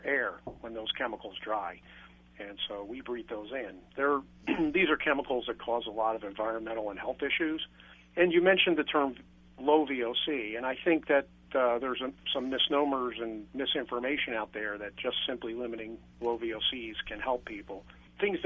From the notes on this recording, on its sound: call in for this segment.